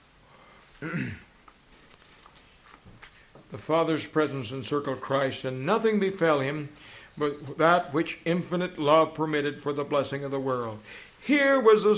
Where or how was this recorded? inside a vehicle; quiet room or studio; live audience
live audience